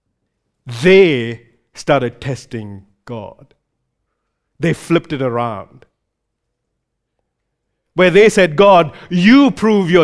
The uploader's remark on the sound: recorded live at Grace Community Bible Church